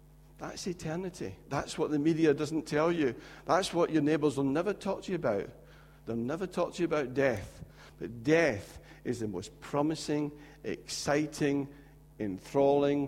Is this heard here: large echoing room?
yes